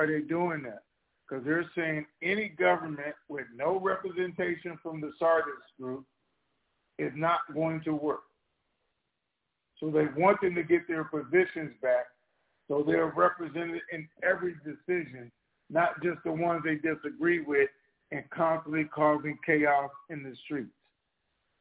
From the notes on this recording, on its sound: TNTSuperfantastic Conference Call